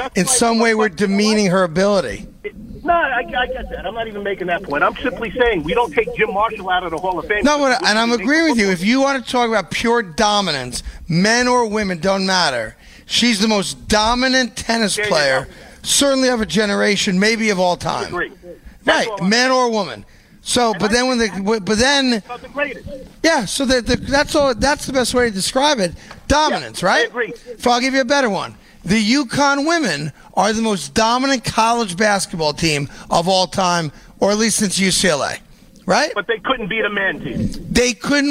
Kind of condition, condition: setting, busy venue